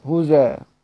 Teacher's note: لأن سيدنا حمزة بيقرأ بإسكان الزاي هز يعني، فيقرأ بنقل حركة الهمزة على الزاي هزا، وبإبدال الهمزة واوا مفتوحة مع إسكان الزاي اتباعا للرسم. · Term: بالنقل